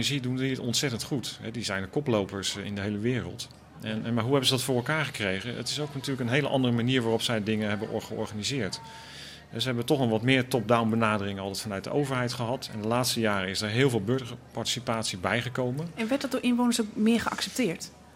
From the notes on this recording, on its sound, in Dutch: probeerden het antwoord te vinden op het Kennisfestival in Deventer